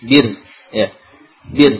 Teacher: Ro sukun sebelumnya kasroh tipis